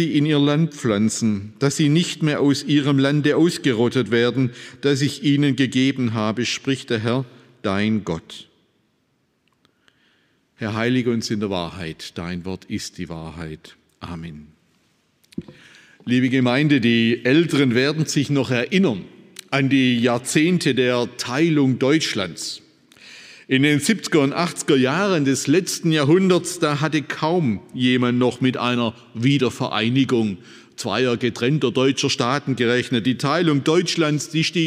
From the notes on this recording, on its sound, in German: aus dem Schwarzbrot-Gottesdienst der Missionsberg-Gemeinde